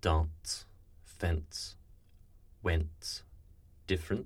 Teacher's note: Now, traditional RP doesn't use this. It's when a slight T-like release is placed between an N and an S. · Term: plosive epenthesis